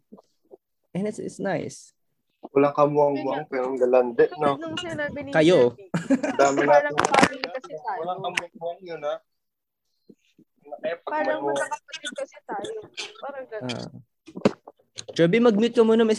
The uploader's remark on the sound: In our debut and first ever Zoom call